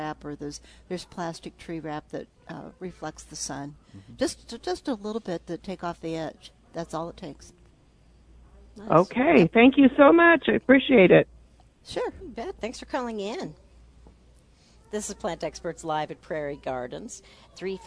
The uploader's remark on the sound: Live at Prairie Gardens